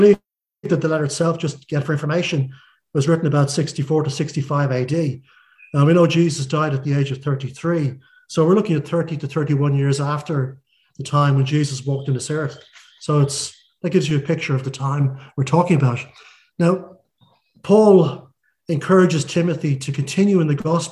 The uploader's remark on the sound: Audio sermon streamed live from The King's Way Christian Fellowship Home Service, Melbourne, Australia.